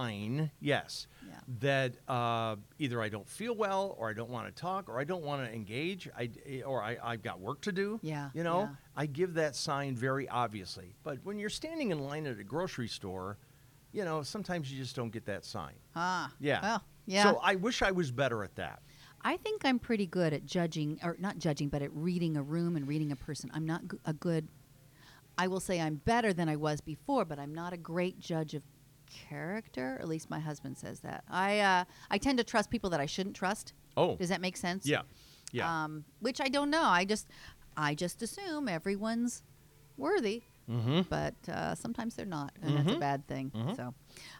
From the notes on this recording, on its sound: Recorded at Rocford Washer Laundromat on North Main Street in Rockford, Illinois